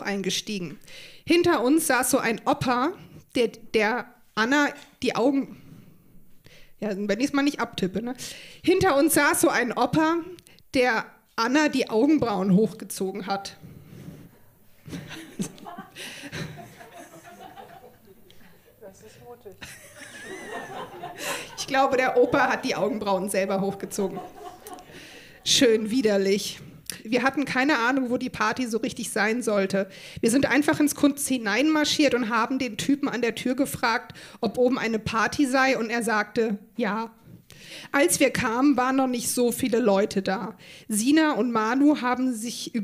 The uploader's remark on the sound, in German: Auswahl der Beiträge von der „texte von gestern“-Liveshow. Im Monarch, Berlin. An den Monarch, unser tolles Publikum.